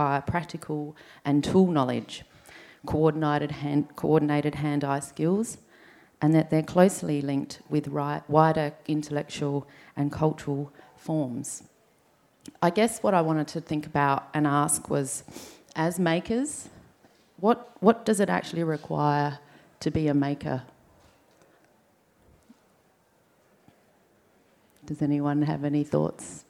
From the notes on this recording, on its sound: Recorded before a live audience at the Art Gallery of South Australia. During the opening weekend of Tarnanthi 2021.